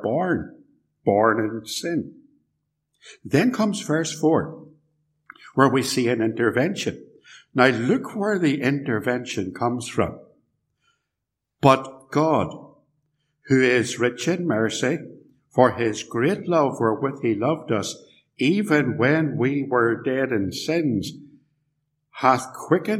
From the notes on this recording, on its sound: This sermon was preached at Ballymacashon Congregational Church, and Templepatrick Reformed Church, recorded at TRC